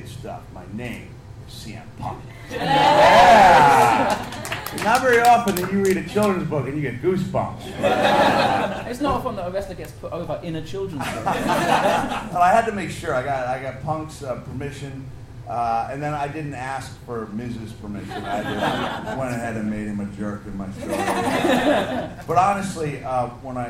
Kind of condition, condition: setting, live audience